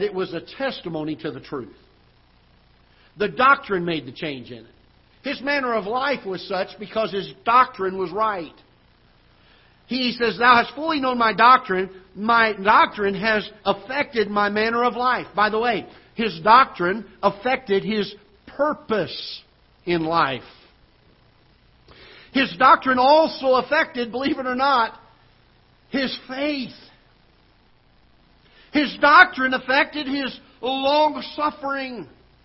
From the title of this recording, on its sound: Ketha Heights Baptist Church ~ Live Broadcast